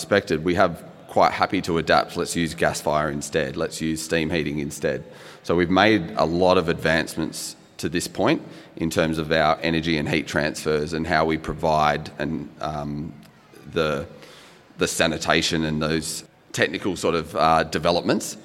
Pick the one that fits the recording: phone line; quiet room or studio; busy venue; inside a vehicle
busy venue